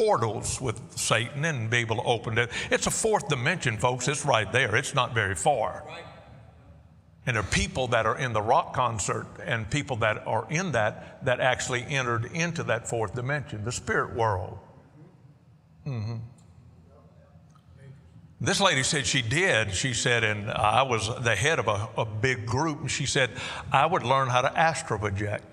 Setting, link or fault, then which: setting, large echoing room